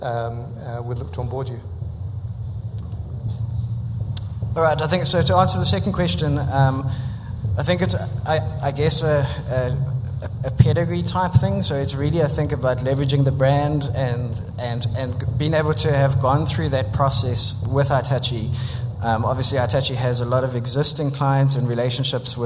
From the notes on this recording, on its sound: event recorded in front of a packed room